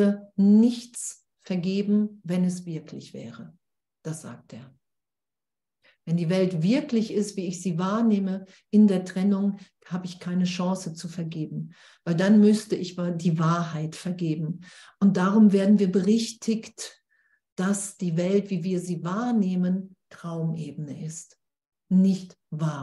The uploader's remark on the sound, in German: Zoom-Session bei Aleph